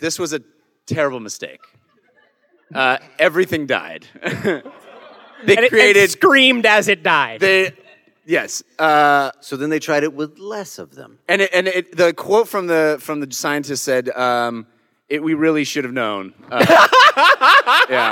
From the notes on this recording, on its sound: LIVE from PAX South 2017! This episode was recorded LIVE at PAX South 2017 in San Antionio. Thanks to everyone who came out to the live performance!